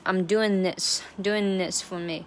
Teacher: 就是把 N 作为 this 的辅音开头了